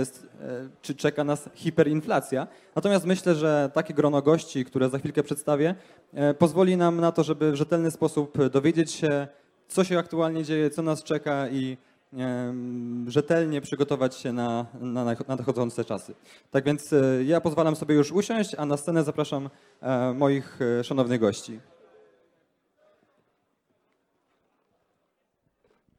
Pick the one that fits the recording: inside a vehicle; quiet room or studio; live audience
live audience